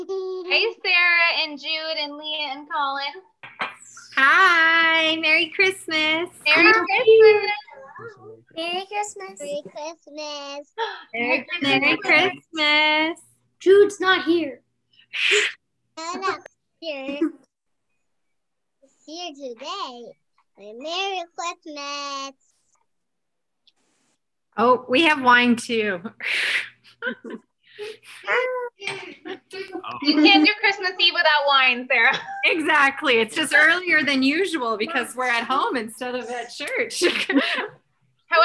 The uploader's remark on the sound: Christmas Eve Candlelight Zoom (Audio)